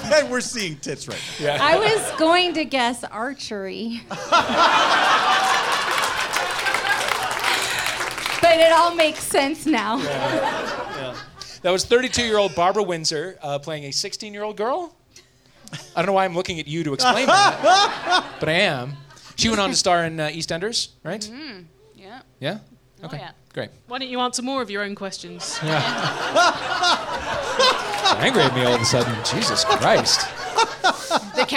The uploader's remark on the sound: Live at MaxFunCon